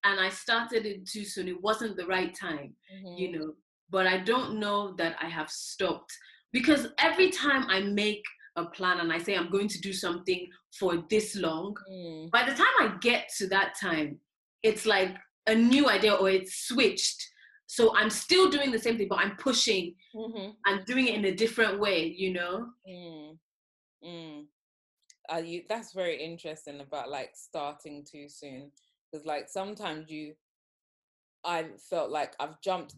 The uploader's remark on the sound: In this episode was recorded via zoom please excuse the audio quality